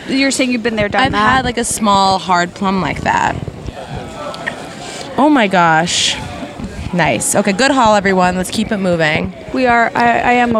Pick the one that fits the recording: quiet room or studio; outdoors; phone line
outdoors